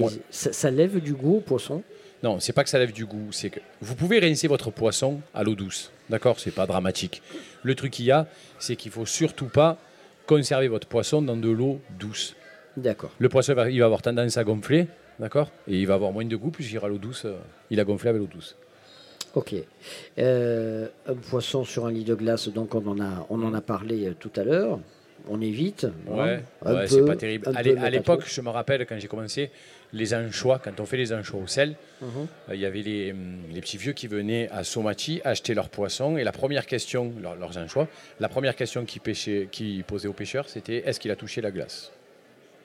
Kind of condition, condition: setting, busy venue